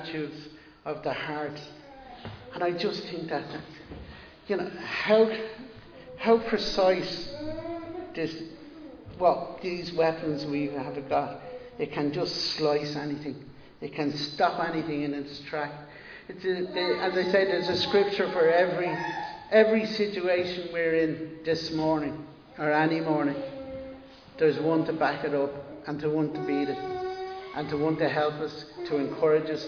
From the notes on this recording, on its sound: Recorded live in Liberty Church on 12 June 2022